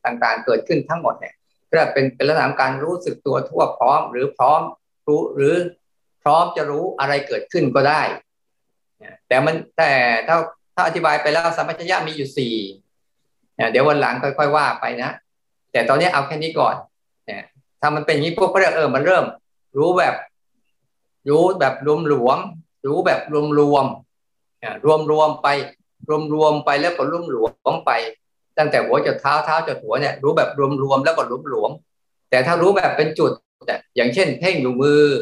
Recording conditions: video call